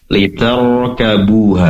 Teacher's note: sama juga dengan roh sukun semacam ini yang didahului oleh fathah, tentunya rohnya tebal. Liter dengan mengangkat pangkal lidah ke atas.